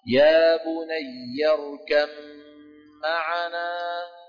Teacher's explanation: ننطق باء، ولما نصل نحول الباء إلى ميم وندغم فينشأ ميم مشددة نغنها · Term: الباء في الميم